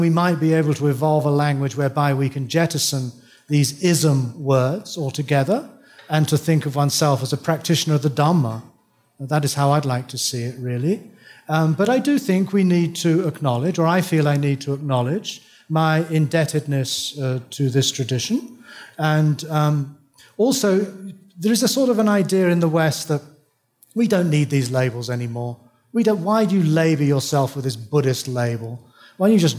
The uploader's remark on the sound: Taken from the Buddhist Geeks Conference in 2012. Keynote address.